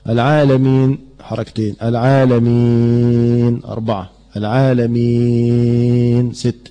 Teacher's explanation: نمده حركتين او اربعة او ستة وقفا. العالمين حركتين، العالمين اربعة، العالمين ست، ده اسمه مد عارض لايه للسكون. · Term: مد عارض للسكون